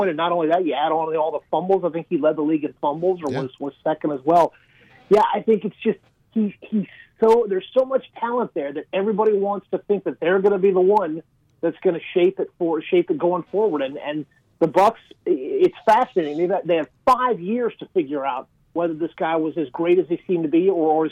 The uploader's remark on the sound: The guys are joined on the phone.